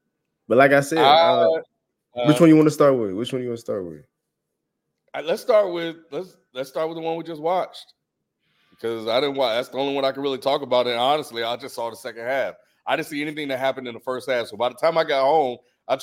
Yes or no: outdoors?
no